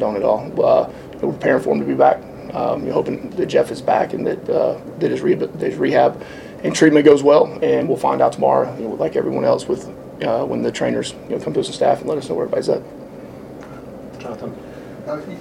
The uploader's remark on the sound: postgame press conference